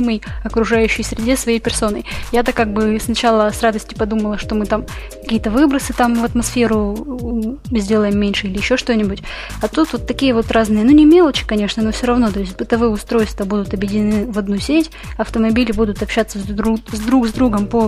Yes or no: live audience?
no